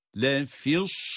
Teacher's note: Sad harfine dokunur dokunmaz sadın kalınlığını gösteriyoruz, çıkarıyoruz.